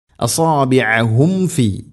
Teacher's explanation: സാക്കിന മീമിന് ശേഷം ഫാ വന്നാൽ രണ്ട് ചുണ്ടുകൾ തമ്മിൽ തട്ടിച്ച് മീമിനെ പൂർണ്ണമാക്കി ഉച്ചരിക്കണം. അസാബിഅഹും ഫി, അങ്ങനെ പറയാനുള്ള കാരണം സാക്കിന മീമിന് ശേഷം വ അല്ലെങ്കിൽ ഫ, ഈ രണ്ടക്ഷരങ്ങൾ വരുമ്പോൾ ഈ രണ്ട് ചുണ്ടുകൾ തമ്മിൽ തട്ടാനൊരു പ്രയാസം ഉണ്ടാവും, അതുകൊണ്ടാണ് അങ്ങനെ പ്രത്യേകം ശ്രദ്ധിക്കണം എന്ന് പറയുന്നത്.